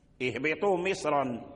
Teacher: وكلها مفخم سواء مصر أو مصرا، كل الراء مفخمة في سبب التفخيم هو الصاد.